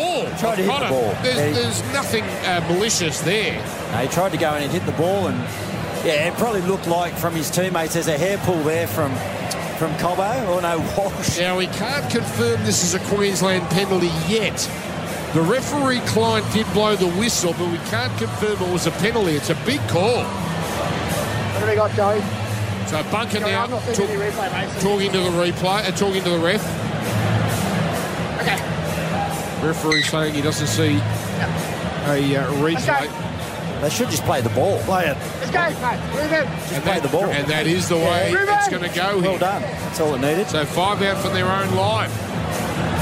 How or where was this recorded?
busy venue